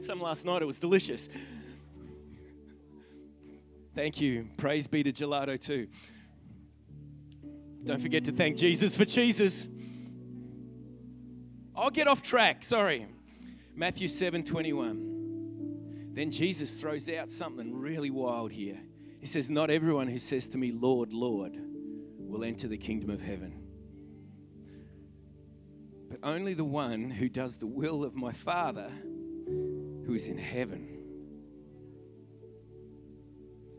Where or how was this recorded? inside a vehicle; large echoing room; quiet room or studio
large echoing room